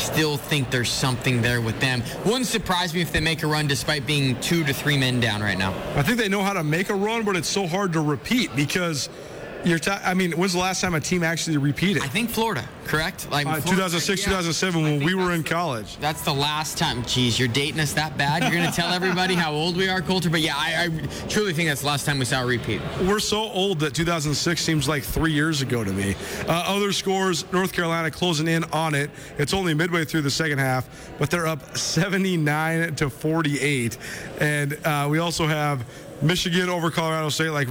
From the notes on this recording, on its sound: Where they went live from the sidelines of the Georgia State-Gonzaga game. LIVE from Portland.